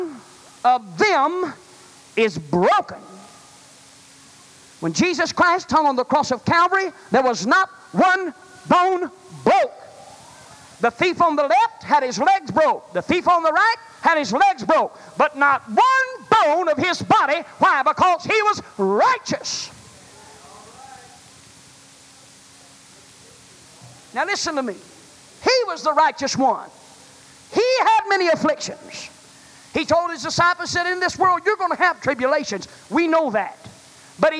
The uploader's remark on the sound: was delivered on September 28, 1982 at First Apostolic Church in North Vernon, Indiana